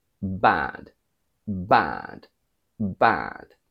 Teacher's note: In British, we think of the A, A, A from bud, and we quack it in the nose.